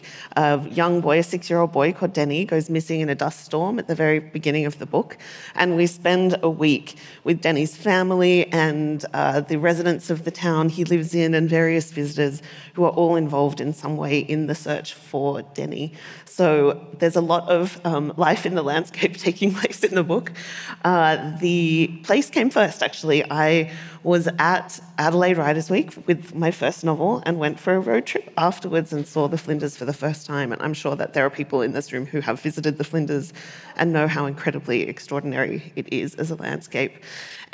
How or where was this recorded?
live audience